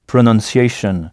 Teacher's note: on frappe la syllabe qui vient juste avant la terminaison shun